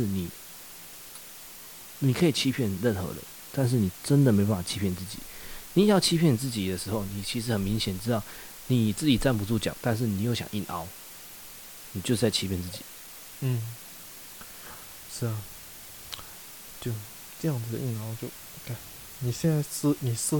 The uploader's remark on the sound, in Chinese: 酒吧喝酒聊天，聊開了，回家繼續聊，聊到凌晨三點索性錄了這一集。抱歉這集雜音有打大。